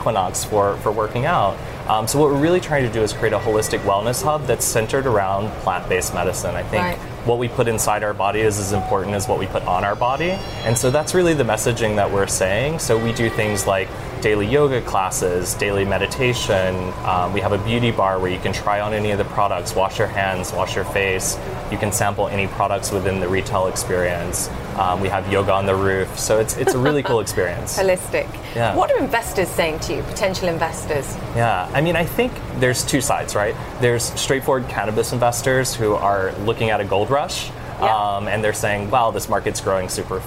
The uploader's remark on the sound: live at the New York Stock Exchange